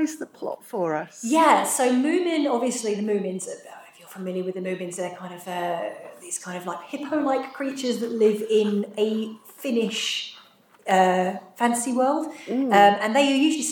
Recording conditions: echo